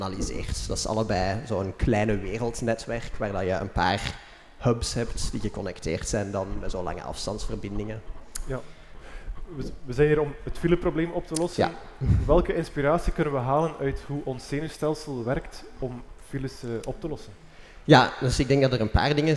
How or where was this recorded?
live audience